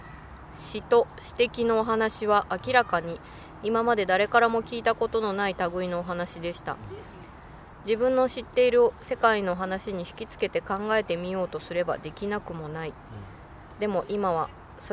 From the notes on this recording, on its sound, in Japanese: 今回も、すっかりお気に入りになった明治神宮の芝生で、のびのびと収録しました。天気は晴れ。